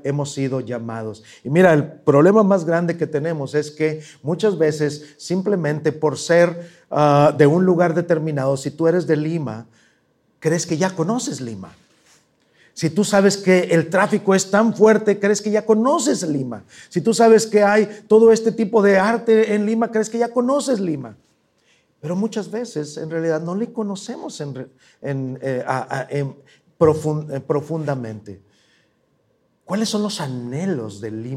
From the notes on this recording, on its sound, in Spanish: presentado en vivo